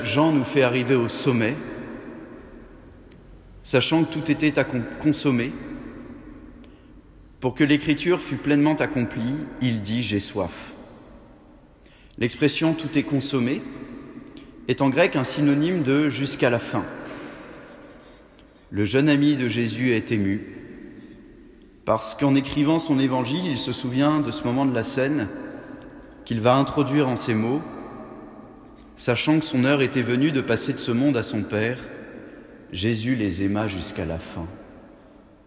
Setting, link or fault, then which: setting, large echoing room